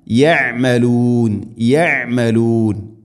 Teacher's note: ഐൻ തൊണ്ടയുടെ മധ്യഭാഗമാണ് മഖ്റജ്